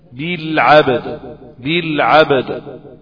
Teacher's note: الباء مقلقلة والدال مقلقلة بالسكون العارض للوقف عليها · Term: القلقلة